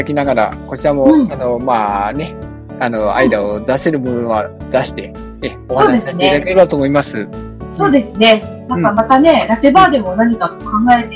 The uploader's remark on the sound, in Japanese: 初のzoom収録に挑戦！なので今回はお互いの自宅からパソコンを使ったリモート収録に初挑戦！